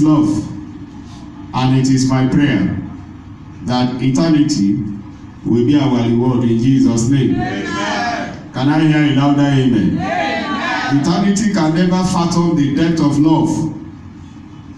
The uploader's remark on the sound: This is the message delivered on Good Friday service